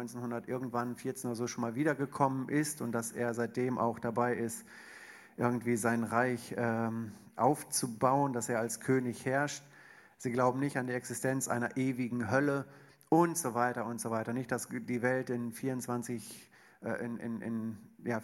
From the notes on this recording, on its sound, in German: Eine Frage aus unserem Q&A Abend